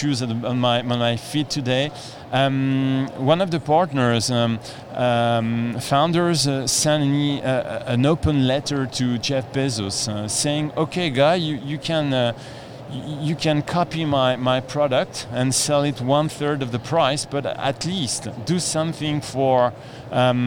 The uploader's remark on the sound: Here is a podcast recording we made at the event.